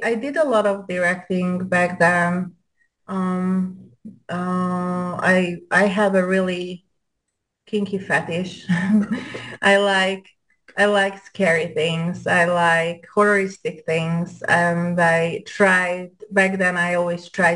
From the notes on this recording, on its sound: Zoom Show.